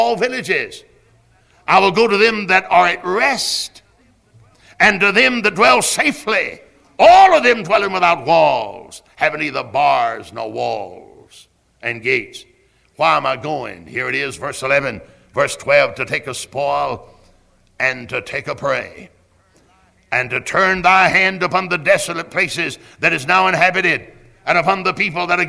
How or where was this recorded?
large echoing room